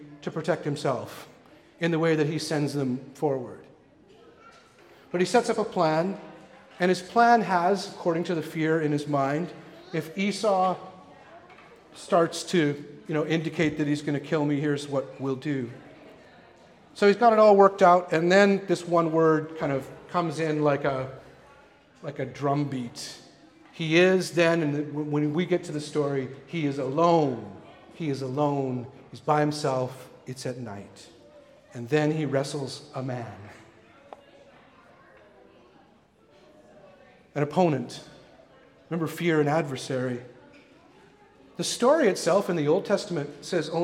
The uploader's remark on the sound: recorded at the Pipe Shop venue in North Vancouver